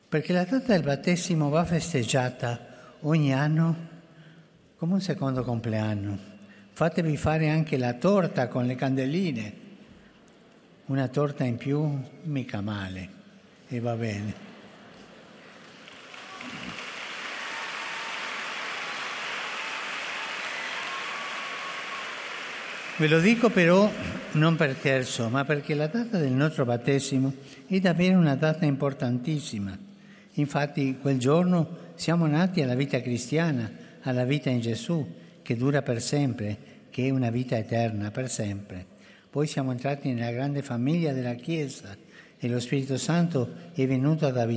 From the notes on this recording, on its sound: FROM TH PAUL VI HALL